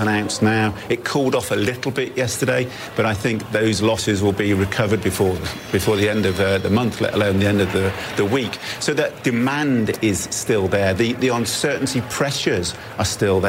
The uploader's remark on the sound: is live from the New York Stock Exchange